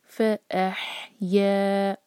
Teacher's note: الف کو ہا سے جوڑیں گے، جھٹکا بالکل نہ ہو، اور ہا حلق سے ادا کریں گے